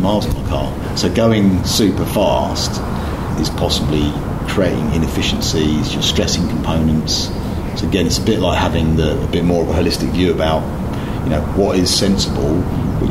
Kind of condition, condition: setting, busy venue